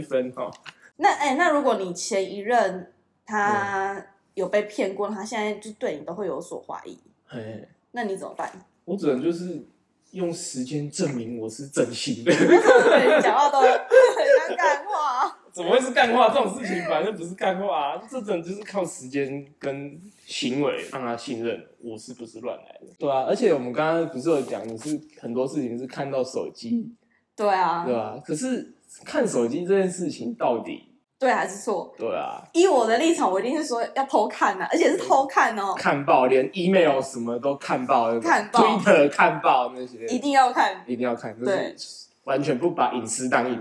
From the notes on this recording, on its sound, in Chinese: 請多包容音質問題喔~ 錄製當下沒發現有回音、聲音過小的問題QQ。